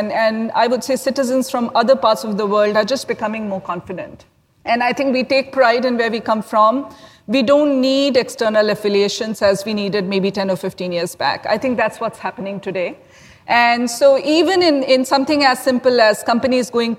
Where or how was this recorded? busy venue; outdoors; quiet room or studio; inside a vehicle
busy venue